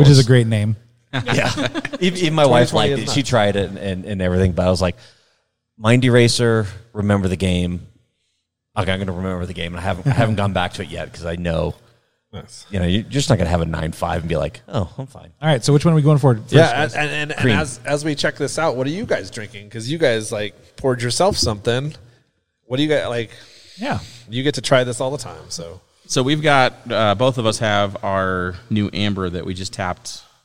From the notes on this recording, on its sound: Owners of Welcome Home Brewery in Parker Colorado, on location.